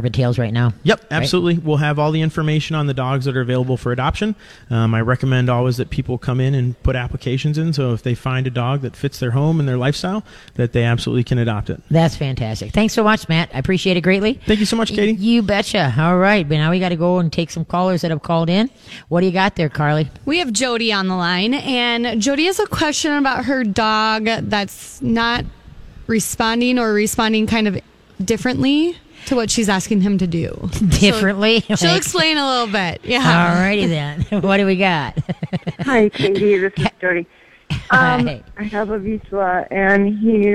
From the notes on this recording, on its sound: LIVE from Urban Tails for Pinky Swear!